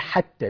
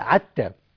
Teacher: ما بتعرفش تنطق حرف الحاء، فمتعرفش تقول حتى، بتقول عتى · Shown in: second take